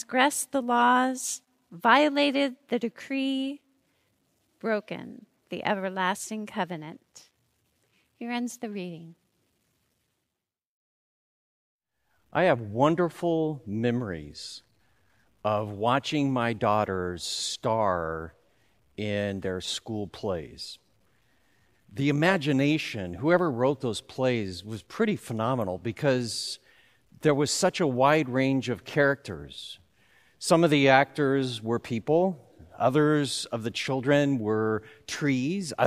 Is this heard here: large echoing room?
yes